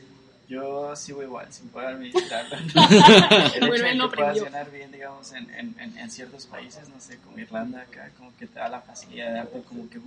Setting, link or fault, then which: setting, busy venue